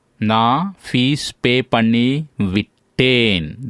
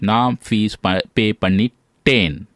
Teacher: The V gets dropped in common speech. · Shown in: second take · Na fees pay pannittain.